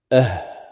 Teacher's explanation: الحروف الهمزة والهاء والعين والحاء والغين والخاء هذه كلها تخرج من الحلق، لكن من أراد التفصيل أكثر فعلى ما ذكره، فالهمزة والهاء من أقصى الحلق وبعدها الهمزة.